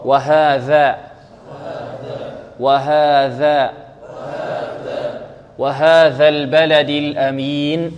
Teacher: البلد كلها مرققة وكذلك الأمين كلها مرققة